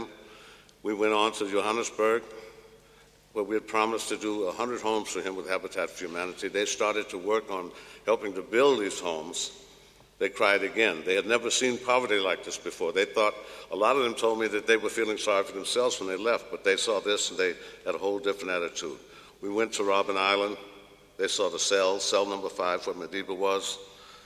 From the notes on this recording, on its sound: recorded at the 2000 International Achievement Summit in London, England